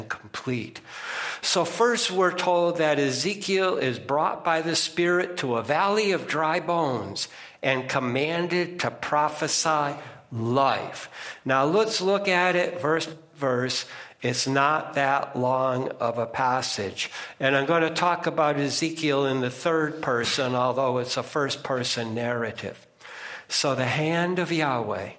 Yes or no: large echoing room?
yes